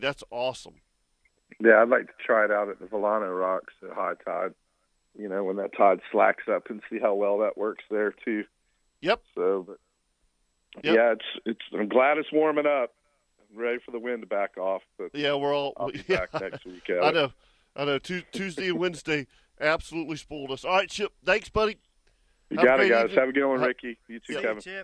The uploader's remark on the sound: Was out of the studio attending a Pre-K Graduation (yes, Pre-K Graduation), so he called.